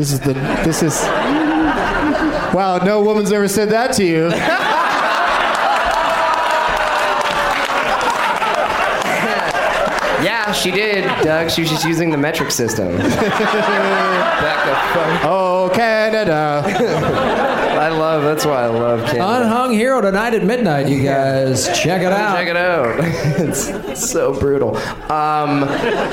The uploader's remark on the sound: Live from Michigan's Traverse City Film Festival